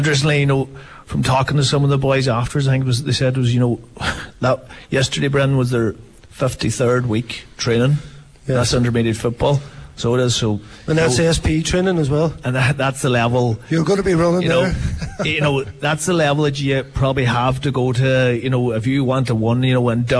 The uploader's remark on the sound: A County Final Preview LIVE from Highland Motors.